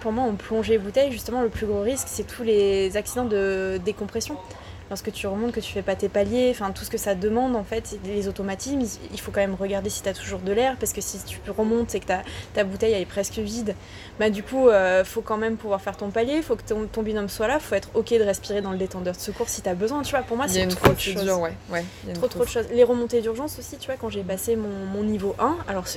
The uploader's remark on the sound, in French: Les conditions pour enregistrer cet interview n’étaient pas les meilleures (nous avons eu le droit à : la pluie, le clocher, la voiture qui fait son créneau à côté de nous, les commerçants de Roquebrunes sur Argens qui papotent…).